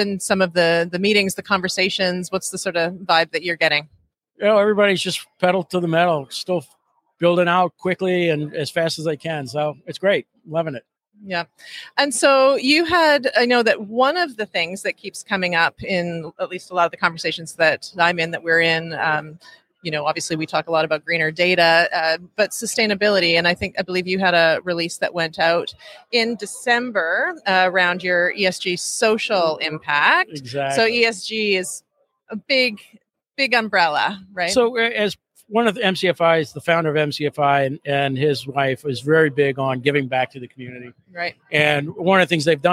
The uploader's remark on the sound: Live From PTC ‘23